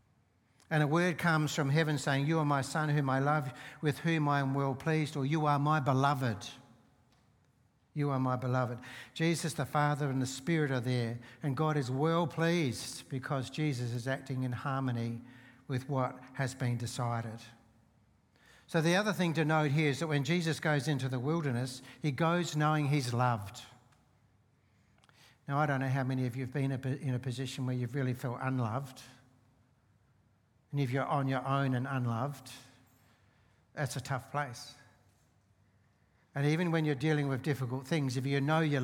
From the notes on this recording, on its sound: Seeds Church Live.